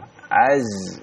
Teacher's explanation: antara gigi ya, antara ujung lidah dengan gigi seri yang bawah. · Term: huruf زَي